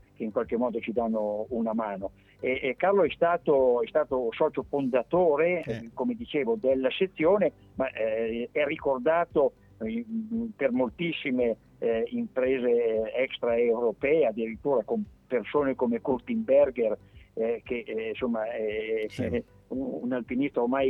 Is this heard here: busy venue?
no